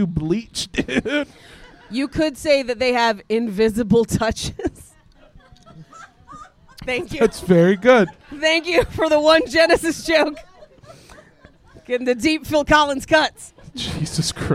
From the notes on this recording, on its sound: Live from Panic Fest 2023. Thank you to everyone who came out and to everyone listening at home.